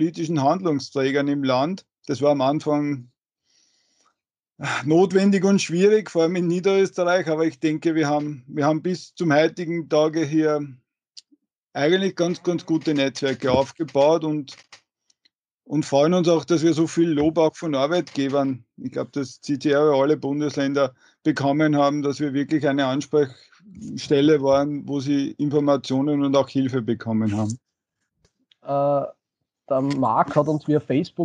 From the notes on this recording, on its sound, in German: Folge wurde aufgenommen via Skype.